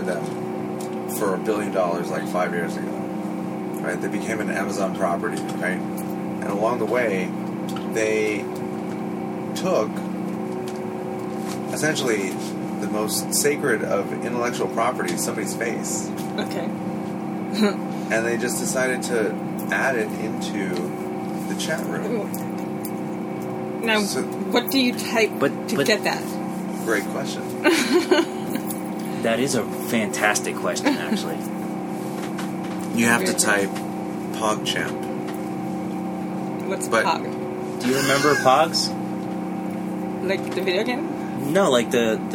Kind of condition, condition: setting, inside a vehicle